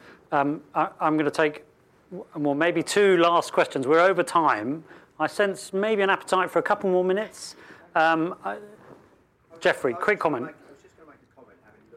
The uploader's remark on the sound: A special recording of the Urbanisation forum on Connectivity, hosted by the Swedish Chamber of Commerce at Google's UK headquarters in King's Cross.